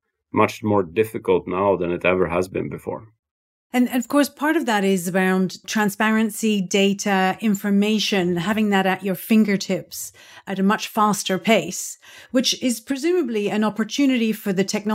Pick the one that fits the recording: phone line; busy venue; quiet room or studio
quiet room or studio